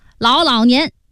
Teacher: 两个老连在一块儿，语流音变，两个上声字连读，第一个上声盖阳平，仄声变平声了